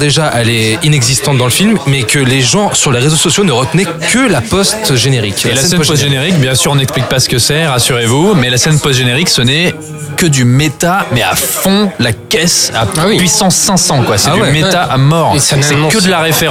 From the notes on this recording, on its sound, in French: Enregistré au Hurling pub (8 Rue Descartes, 75005 Paris), le jeudi 17 mai 2018.